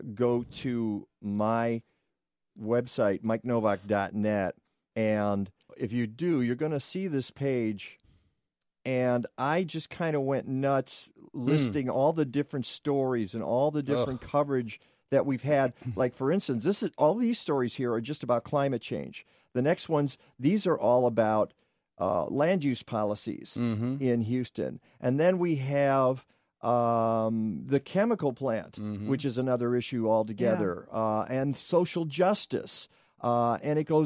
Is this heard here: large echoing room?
no